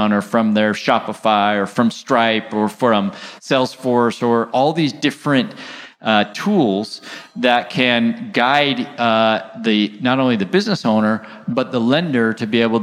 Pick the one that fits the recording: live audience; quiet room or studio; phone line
live audience